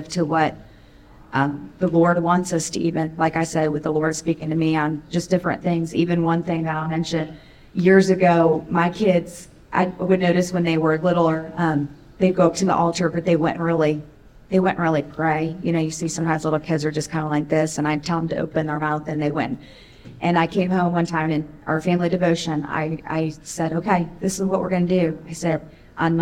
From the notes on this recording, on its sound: we join a seminar hosted at General Conference